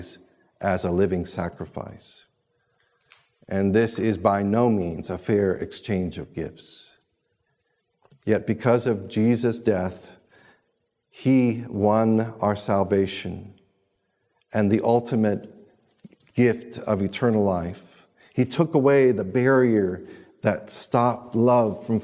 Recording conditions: large echoing room